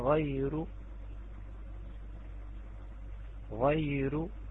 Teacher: هذه الراء مرققة عند ورش لأنها متطرفة وقبلها ياء ساكنة من نفس الكلمة